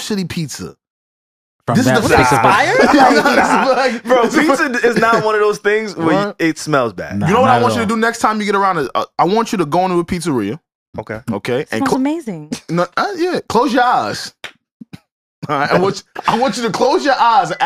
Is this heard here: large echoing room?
no